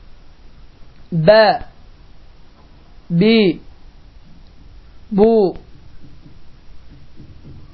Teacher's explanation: bə hərfinin məxrəci alt və üst dodaqları şiddətli şəkildə bir-birinə vurmaqla bə hərfi çıxır. Və bu hərf zamanı dediyim kimi dodaqlar bir-birinə toqquşur.